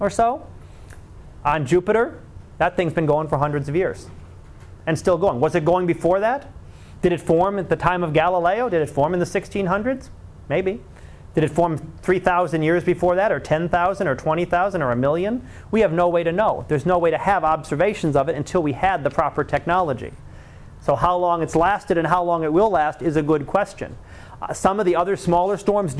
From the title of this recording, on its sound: Live Class Lecture